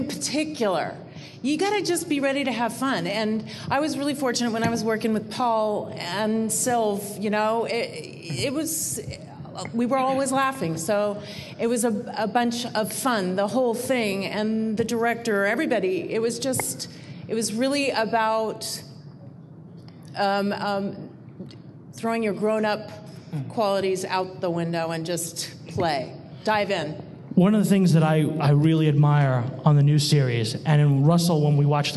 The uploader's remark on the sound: LIVE on stage at Gallifrey 20 in Los Angeles, CA